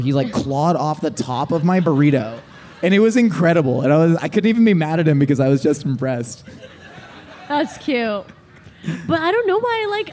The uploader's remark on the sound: LIVE FROM MYTHICON. Live at Mythicon.